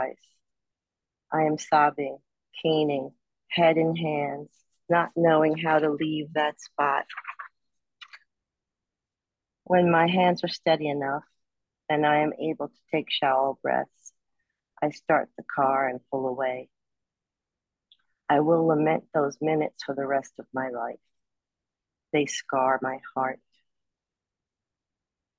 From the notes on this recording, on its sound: Calls are recorded if you’re not able to be there in person. It's hosted on Zoom.